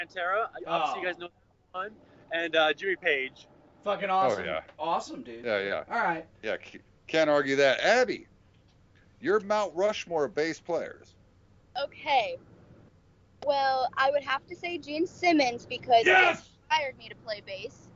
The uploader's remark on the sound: They took the time to talk to us while LITERALLY on the road! Meaning, they were driving to Philadelphia, PA, when we conducted this interview!